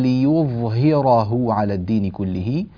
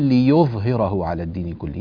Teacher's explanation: ضم الياء يكون ضما كاملا صحيحا · Shown in: first take